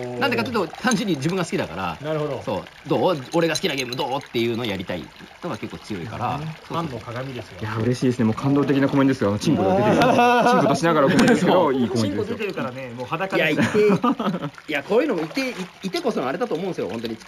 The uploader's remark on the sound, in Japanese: 3月に温泉ボドゲ会に行ってきた時にノリで収録した音源